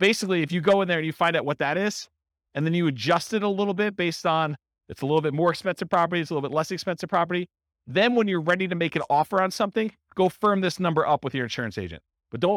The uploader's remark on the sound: This was a live class recorded for buy and hold real estate investors. Live in-person version.